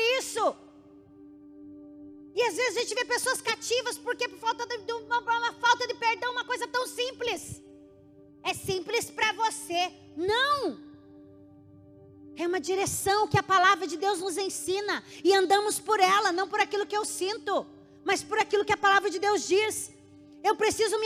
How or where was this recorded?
large echoing room